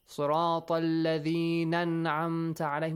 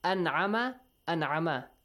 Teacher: But Hamza tul qat' you don't have to skip it. You have to read it. · Shown in: second take